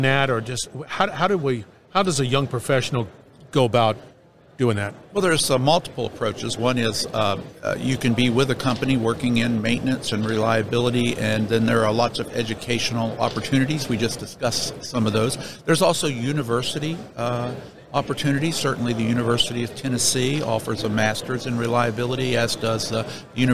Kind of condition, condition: setting, busy venue